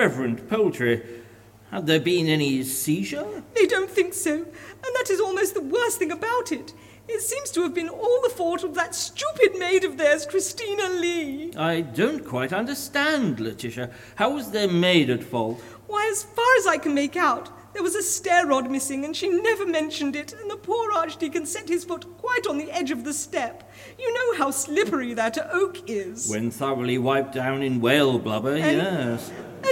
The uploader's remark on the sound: Recorded live before an audience at Colchester Arts Centre on 20th December 2023.